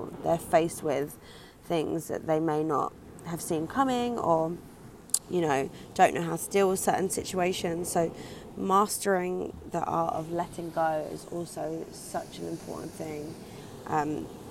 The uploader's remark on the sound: Recorded live by the Atlantic Ocean.